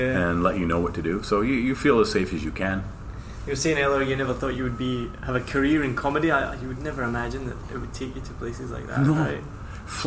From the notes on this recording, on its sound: Apologies for the background noise, we were in the hotel restaurant that was thankfully mostly quiet.